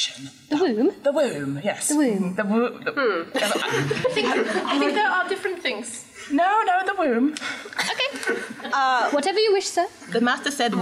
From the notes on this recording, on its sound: Be Our Guest LIVE at UKGE. A special live recording from UK Games Expo.